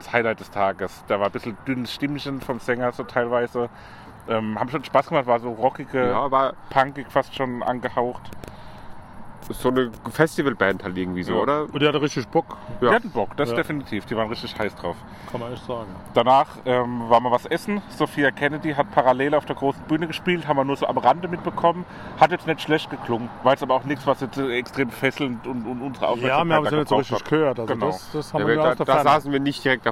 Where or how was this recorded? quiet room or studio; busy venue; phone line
busy venue